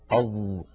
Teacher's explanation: فجعلوا الظاء من الحروف المجهورة التي لا يجري معها النفس. كما أن الظاء حرف قابل للمط، فهو حرف رخو لأنه ليس من حروف أجد قط بكت ولا من حروف لن عمر.